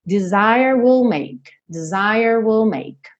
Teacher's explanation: Percebe como esse will é fraco, ele funciona aqui só como uma palavrinha de ligação.